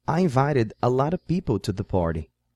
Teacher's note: a palavra of, que adota um som parecido a um a em algumas construções